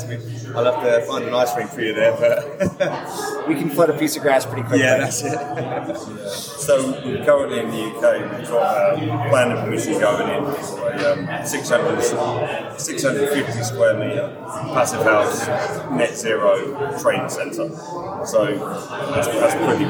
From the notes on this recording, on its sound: recorded at the Passive House Network Conference